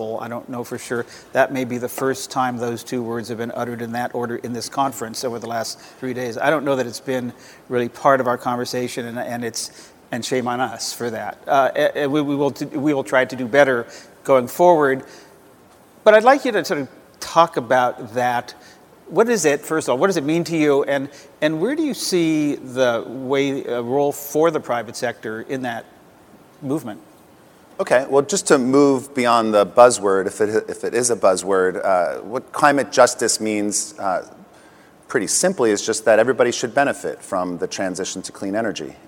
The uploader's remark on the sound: The best of live interviews from GreenBiz events.